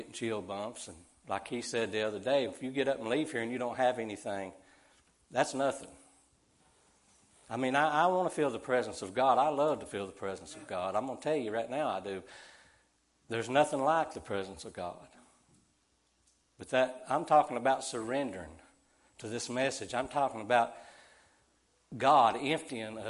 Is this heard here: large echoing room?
yes